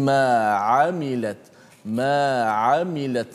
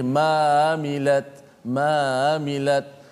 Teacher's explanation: huruf ain berada di tengah halqum · Shown in: first take